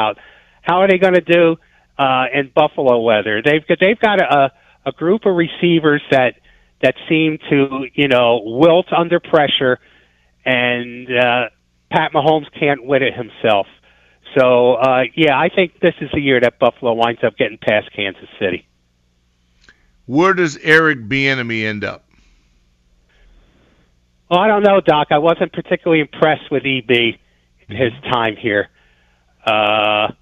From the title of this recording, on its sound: takes calls from listeners